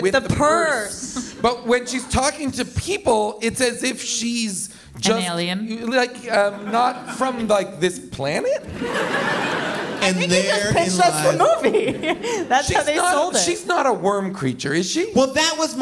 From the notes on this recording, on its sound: Recorded live from Largo in Los Angeles.